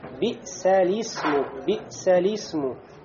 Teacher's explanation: спадает хамза, не произносится в слове Всевышнего Аллаха